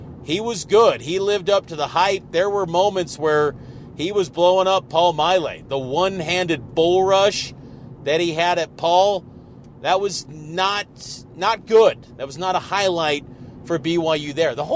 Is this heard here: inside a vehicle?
yes